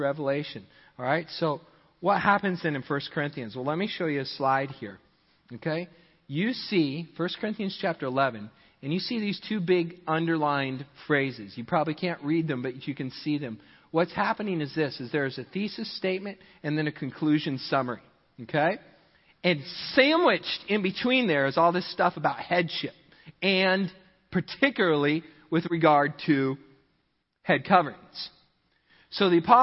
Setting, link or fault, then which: setting, large echoing room